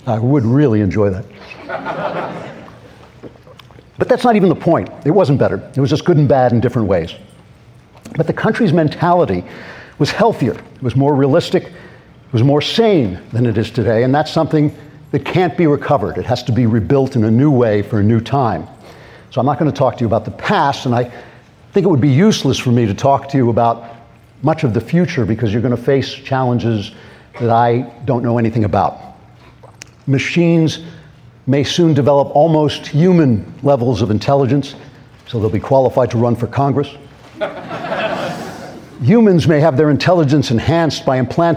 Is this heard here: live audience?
yes